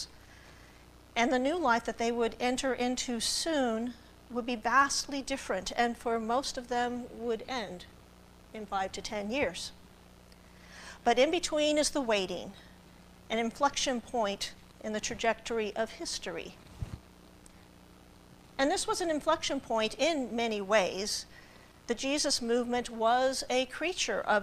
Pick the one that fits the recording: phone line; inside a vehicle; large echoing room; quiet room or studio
large echoing room